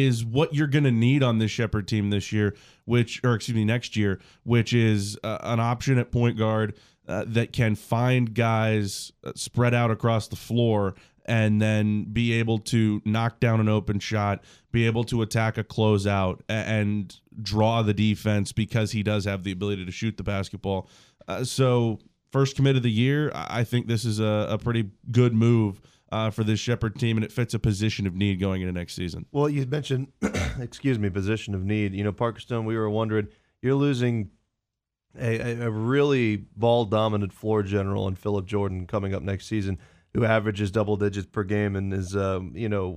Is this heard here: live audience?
no